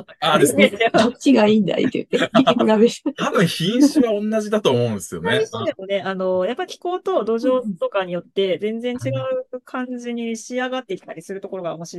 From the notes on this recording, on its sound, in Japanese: 毎月１回、ZOOMで集まってお話ししています。